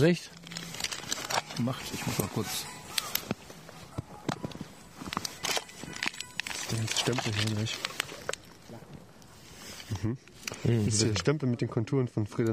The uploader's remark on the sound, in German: Dazu reichlich Atmo aus dem öffentlichen Nahverkehr. Frisch aufgenommen bei Temperaturen wie aus dem Gefrierfach.